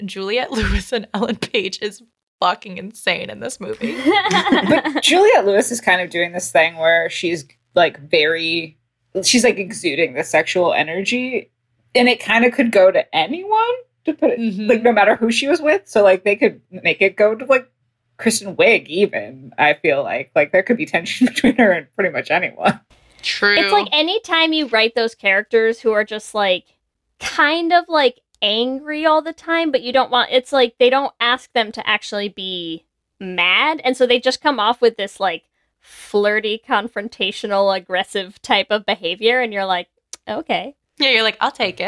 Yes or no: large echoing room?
no